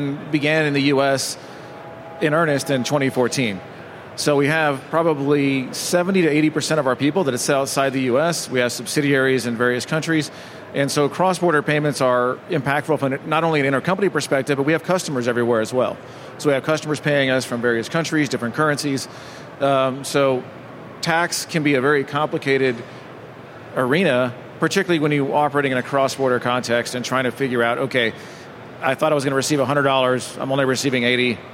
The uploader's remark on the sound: LIVE FROM MONEY 20/20. Live from the Money 20/20 Garage Stage.